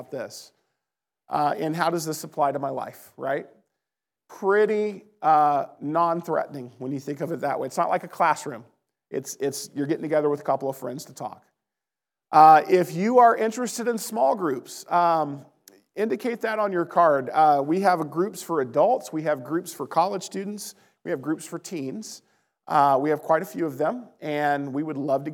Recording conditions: large echoing room